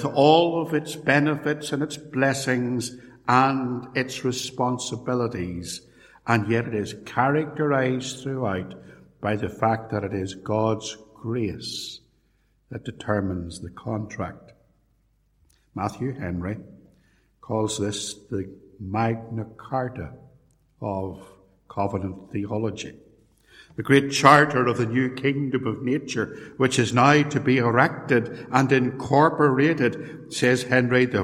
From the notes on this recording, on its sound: A sermon preached in 2017, at Templepatrick Reformed Church.